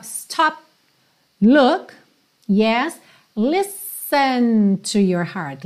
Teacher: percebe que esse P do stop corta o som mesmo.